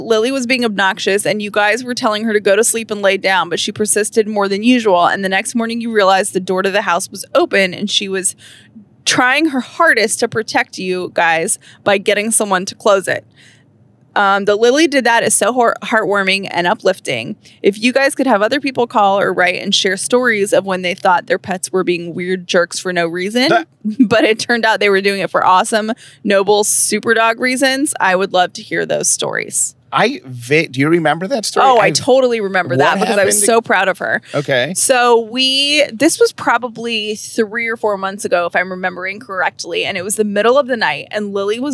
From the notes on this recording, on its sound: We answer some of your questions in the car on the way to Hilton Head!